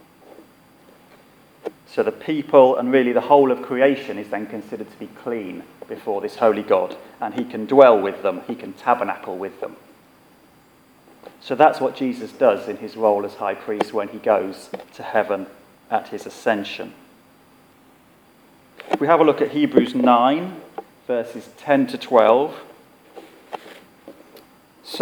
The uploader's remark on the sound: Our sermon from the 9am service.